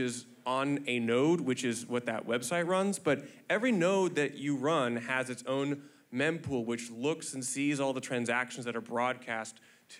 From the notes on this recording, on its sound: Mining Fireside Chat. Recorded Live in Miami Beach at the Ordinals 2023 Conference.